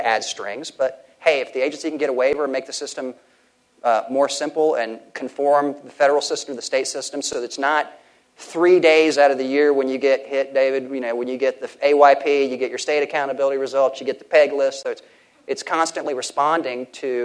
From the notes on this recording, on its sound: at The Texas Tribune Festival on September 22, 2012